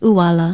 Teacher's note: with the glottal stop or okina at the beginning of the word, and it is pronounced uala